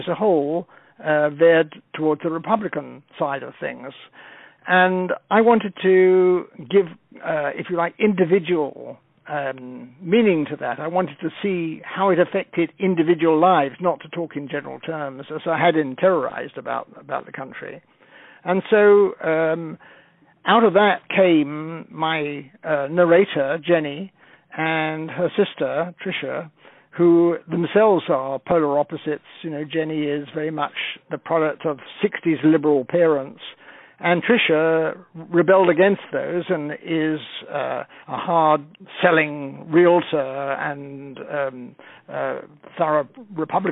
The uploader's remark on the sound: On the phone